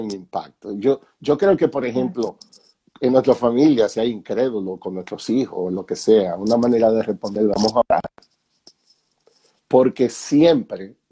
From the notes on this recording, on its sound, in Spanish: Una conversación MUY REAL sacada de un en vivo en Instagram